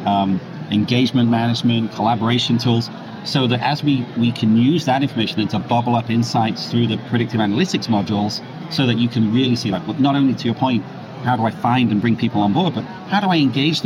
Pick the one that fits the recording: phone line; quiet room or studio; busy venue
busy venue